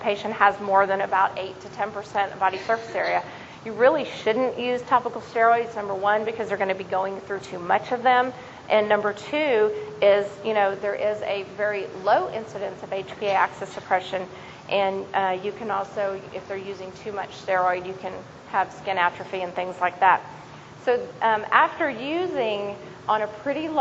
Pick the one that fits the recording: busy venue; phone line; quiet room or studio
busy venue